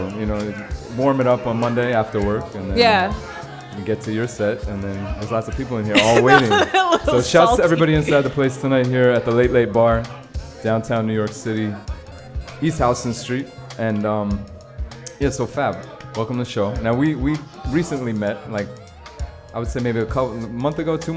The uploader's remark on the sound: Originally broadcast live on September 26, 2016 from the storefront of The Late Late Bar on Houston Street in New York City